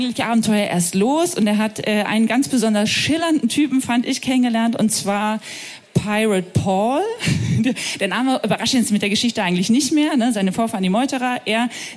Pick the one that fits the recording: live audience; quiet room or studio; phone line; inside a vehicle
live audience